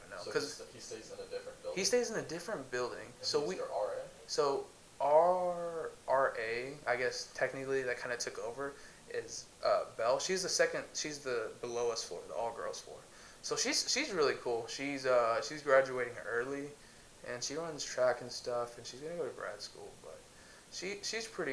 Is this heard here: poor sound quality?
yes